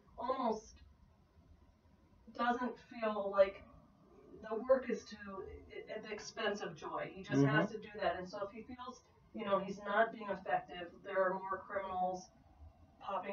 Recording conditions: poor sound quality